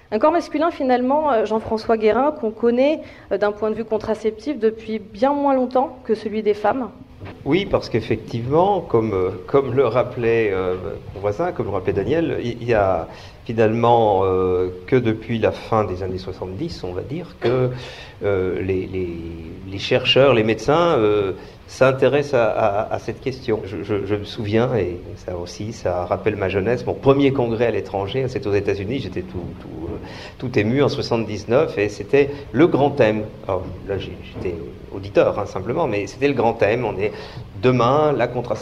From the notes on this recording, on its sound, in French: Une émission proposée dans le cadre des radio-conférences du Labo des savoirs, au Lieu unique à Nantes.